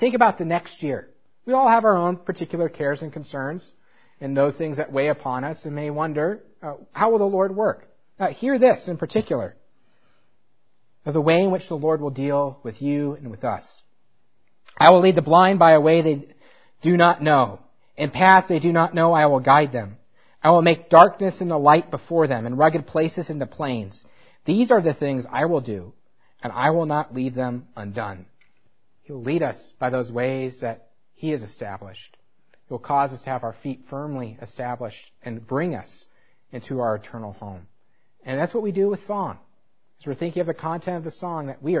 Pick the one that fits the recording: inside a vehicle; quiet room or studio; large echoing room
large echoing room